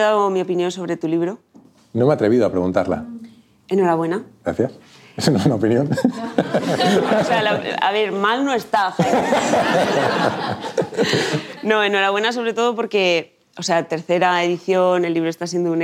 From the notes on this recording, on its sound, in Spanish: Grabación completa del evento de presentación de «La realidad no existe», con público